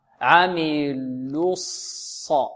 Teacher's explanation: هنا اللام المضمومة يضم فيها شفتيه